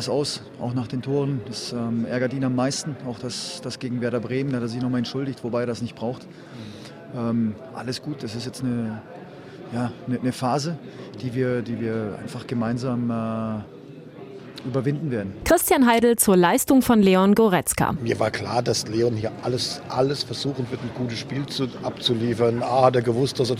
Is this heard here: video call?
no